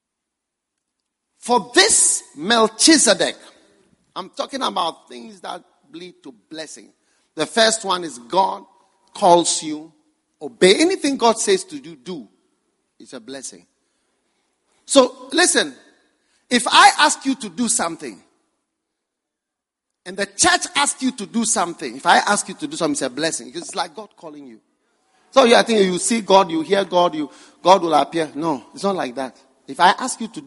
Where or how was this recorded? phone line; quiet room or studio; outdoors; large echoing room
large echoing room